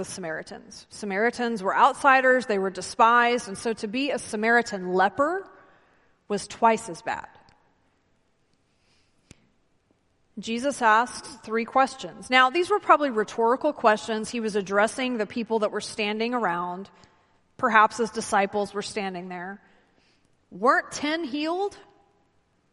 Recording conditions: large echoing room